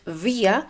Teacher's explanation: Cuando estás pronunciando el pronombre personal nosotros, bia, lo haces con B labial, como que si fuese con V